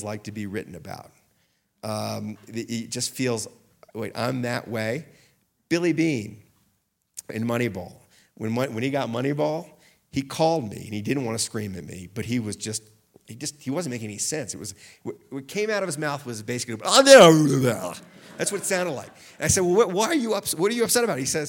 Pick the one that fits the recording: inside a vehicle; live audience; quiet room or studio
live audience